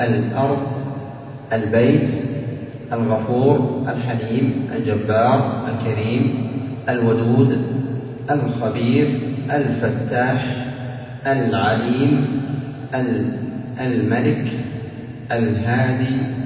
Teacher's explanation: فإذا وقعت اللام قبل حرف من هذه الأحرف وجب إظهارها وسمى إظهارا قمريا